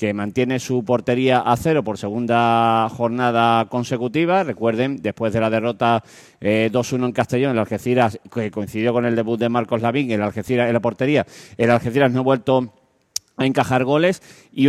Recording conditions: busy venue